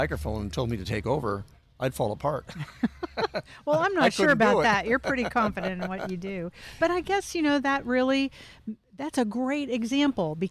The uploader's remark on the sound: Recorded at Wheelers Western Outfitters.